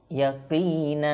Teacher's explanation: ওয়াকফ করলে যেহেতু দুই জবর আমি বলেছি, তো তখন আমরা একালিফ টেনে ওয়াকফ করব, ইয়াকিনা। আর যদি আপনি এখানে মিলিয়ে পড়েন তারপরের সাথে, তাহলে দেখুন এখানে বা এসেছে।